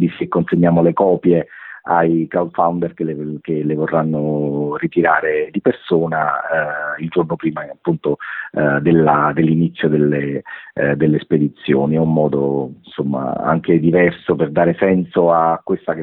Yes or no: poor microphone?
no